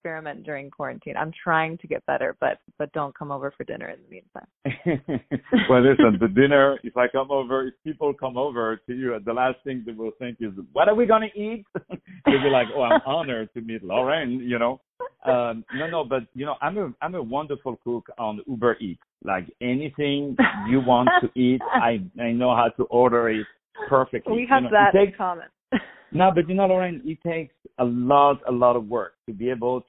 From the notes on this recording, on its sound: On the phone